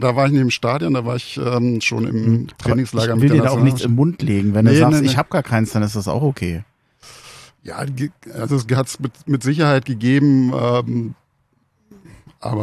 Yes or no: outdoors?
yes